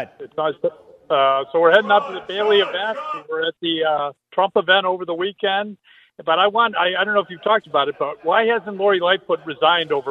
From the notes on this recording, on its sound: LIVE from Mistwood Golf Course today and the Annual AM560 Golf Outing